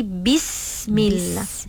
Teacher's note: Sin dia ada sofir. Sofir tu dia bunyi seperti desiran binatang.